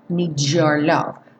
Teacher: Aqui também o need com your tá soando um DJO